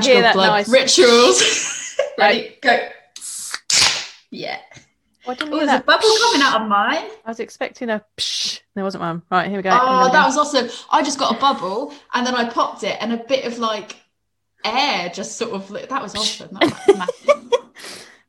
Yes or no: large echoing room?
no